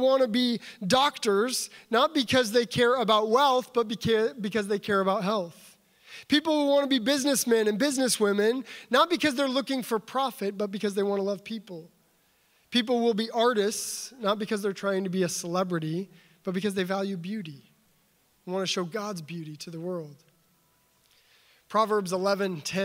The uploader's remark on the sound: the opening address for the Center for Faith and Work Los Angeles' 2019 Annual Conference at Tapestry LA on April 6, 2019